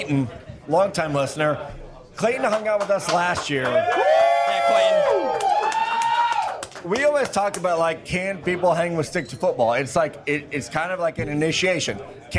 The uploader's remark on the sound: The crew is in Mobile, AL! Our first Senior Bowl show comes live from Draft Picks Taproom, in the heart of the action. Answer the crowd's #DraftOnDraft question.